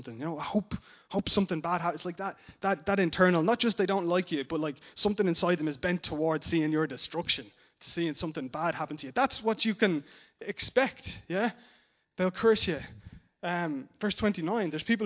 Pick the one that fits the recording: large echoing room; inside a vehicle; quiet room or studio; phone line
large echoing room